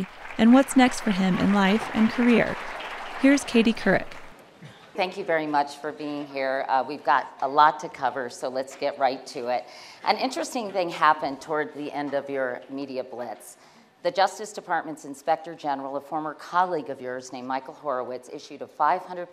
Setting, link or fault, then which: setting, live audience